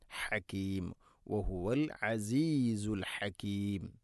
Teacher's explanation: ഹാഇ ഉച്ചാരണം ശ്രദ്ധിക്കുക, തൊണ്ടയുടെ മധ്യഭാഗം